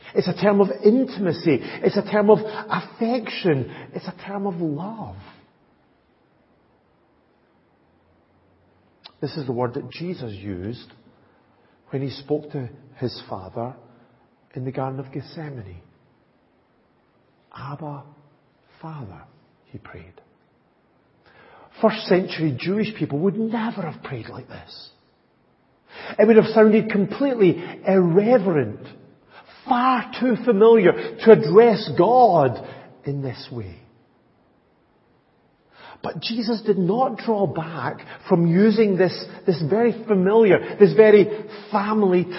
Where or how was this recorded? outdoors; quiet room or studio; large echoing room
large echoing room